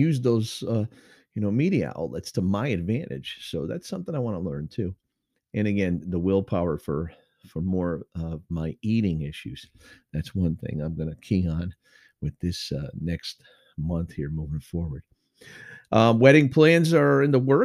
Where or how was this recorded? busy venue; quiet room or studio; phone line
quiet room or studio